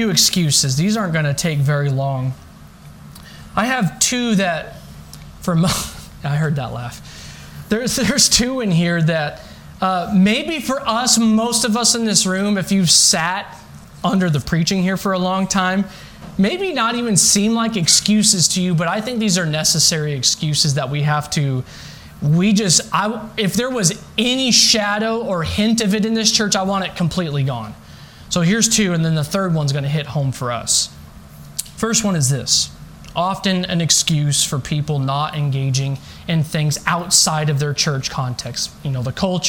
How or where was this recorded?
large echoing room